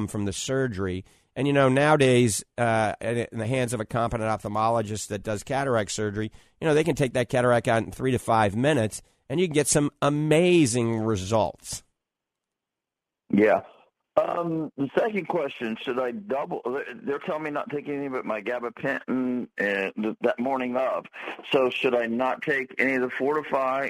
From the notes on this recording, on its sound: The doctors take many live calls that directs the topics of conversation.